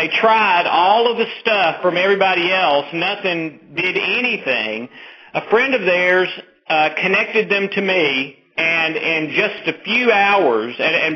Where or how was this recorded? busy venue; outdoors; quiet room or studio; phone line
phone line